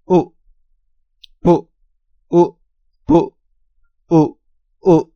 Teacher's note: kurzer, geschlossener, hintergerundeter Vokal, wie U in Hund · langer, geschlossener, hintergerundeter Vokal, wie U in Tun